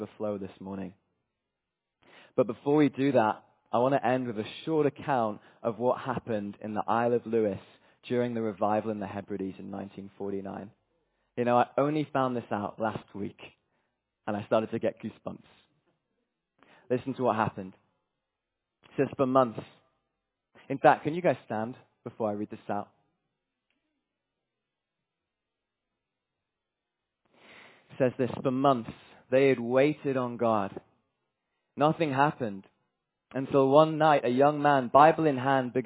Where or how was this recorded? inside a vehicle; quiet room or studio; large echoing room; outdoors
large echoing room